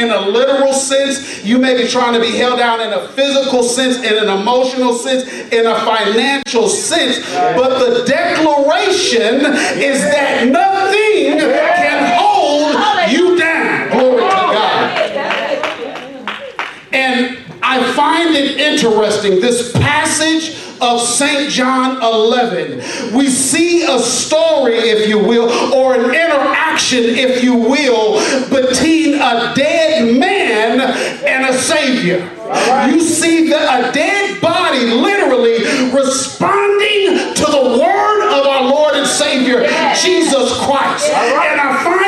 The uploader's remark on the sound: delivers a passionate sermon live at Rhema Word Bible Church